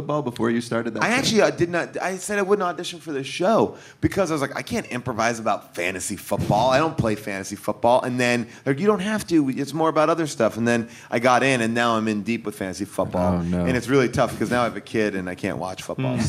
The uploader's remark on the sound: taped this past Sunday at the Los Angeles Podcast Festival